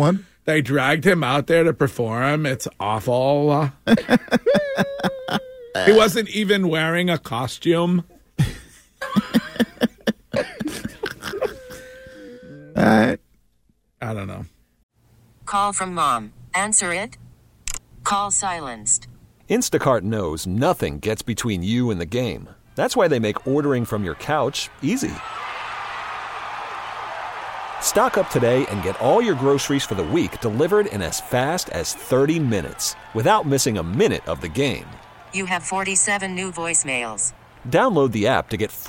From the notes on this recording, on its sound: braves the cold and crowds to report live at Fenway for truck day